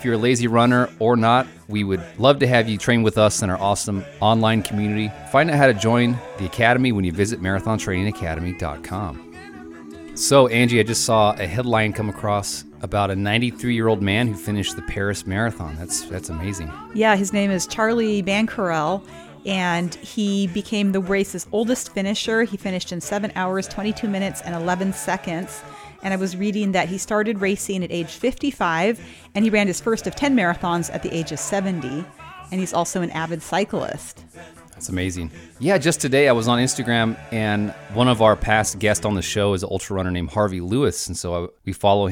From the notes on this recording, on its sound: The Boulderthon in Boulder, Colorado. Doing a live podcast episode at the expo.